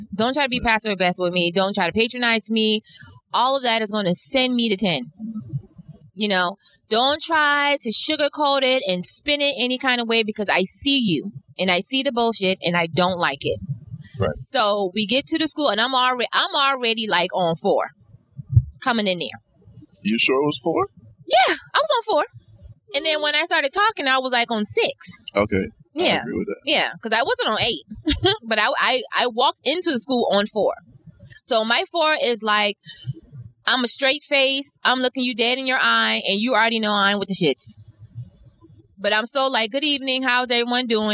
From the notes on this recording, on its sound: In the car through the rain going back to Atlanta.